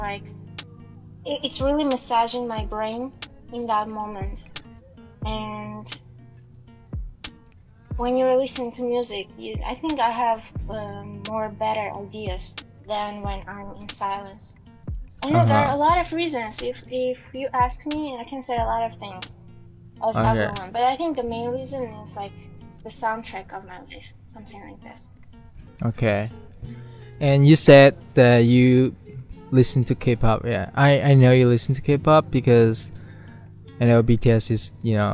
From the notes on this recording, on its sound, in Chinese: 这一期我的部分可能音质稍微有点杂音，因为我在户外录的